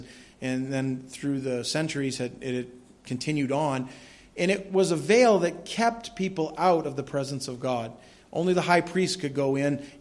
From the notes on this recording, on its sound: This audio sermon entitled, The Death of Jesus, was delivered at Madawaska Gospel Church on the morning of July 24, 2016.